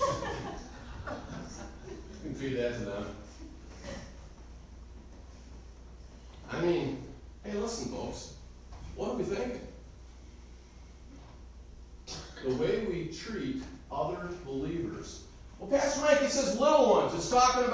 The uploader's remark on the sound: Recorded live am message